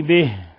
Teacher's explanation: صلة صغرى، حيث أشبعنا الكسرة فصارت ياء، حالة الوصل